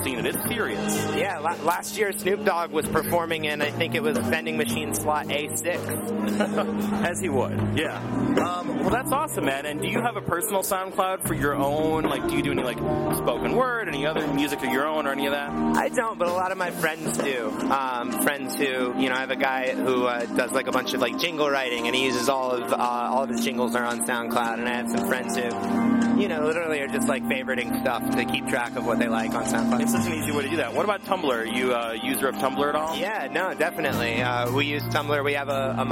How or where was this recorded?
busy venue